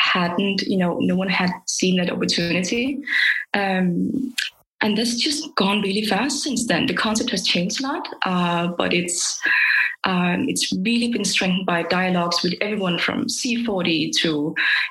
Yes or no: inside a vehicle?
no